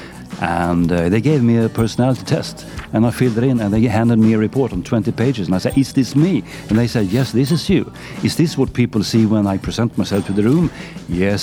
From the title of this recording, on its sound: Live from SIBF 2023